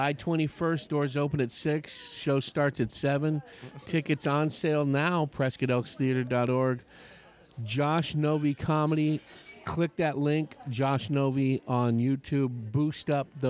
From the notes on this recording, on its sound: Today’s show was recorded at Sagebrush Coffee in Chandler, AZ. Today’s show was recorded at Sagebrush Coffee in Chandler, AZ.